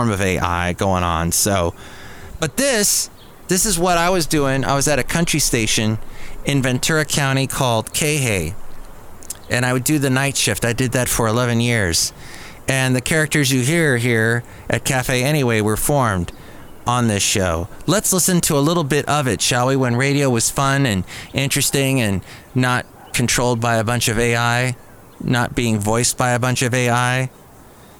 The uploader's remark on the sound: podcasts live from Café Anyway